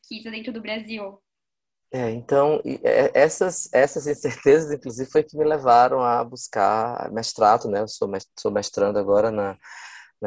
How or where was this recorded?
video call